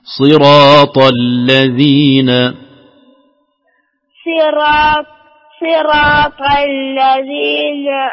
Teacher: خلي الصاد في صراط، خليها فخمة شوية لا تخليها سين